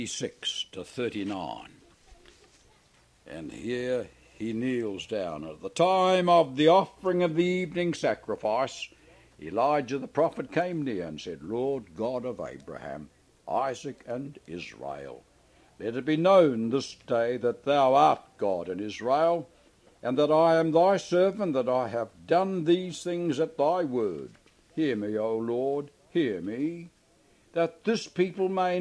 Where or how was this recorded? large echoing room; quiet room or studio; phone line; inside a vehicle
large echoing room